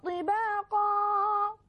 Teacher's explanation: طباقا، تقف على ألف فقط حركتين